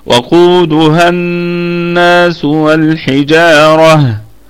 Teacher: يعني انا عندي حركة الهاء اللي هي الفتحة سنبقي عليها مع اللام الساكنة في كلمة الناس، يبقى وقودها الناس والحجارة.